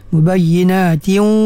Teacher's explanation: dia masih lagi mengekalkan gunnah gunnah pada tanwin itu · Term: idgham ma'al gunnah naqis